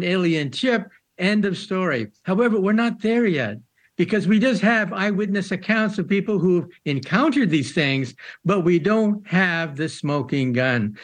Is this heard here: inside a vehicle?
no